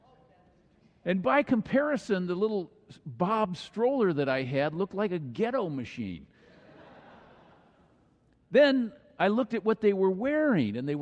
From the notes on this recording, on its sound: Final message of the Summer Series delivered during the Traditonal Worship service.